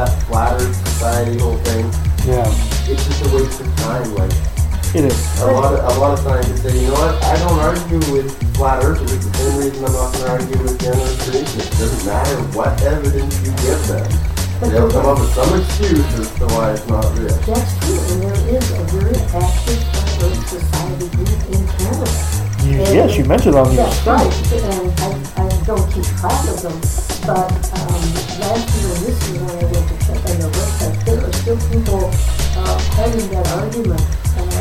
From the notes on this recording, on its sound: We had some mic issues, audio is less than optimal.